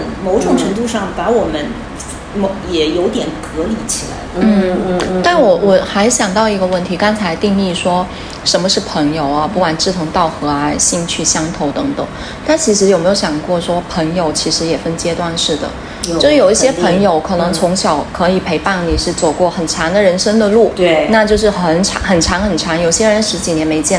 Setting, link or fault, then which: fault, background noise